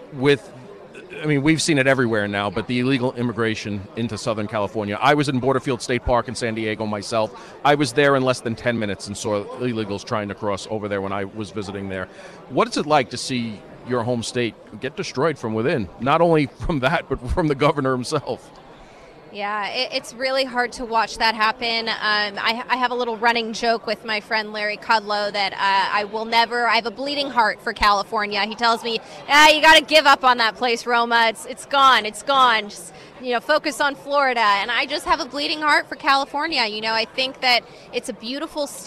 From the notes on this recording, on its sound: does his show live at CPAC